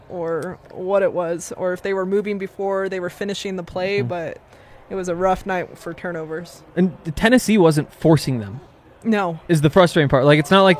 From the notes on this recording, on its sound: LIVE from the DNVR Bar